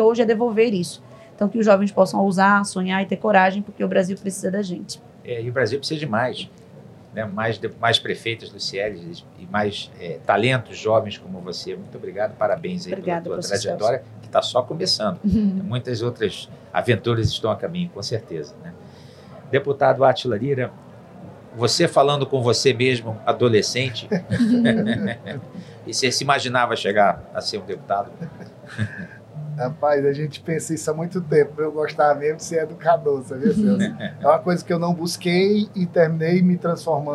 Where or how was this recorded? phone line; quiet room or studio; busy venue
busy venue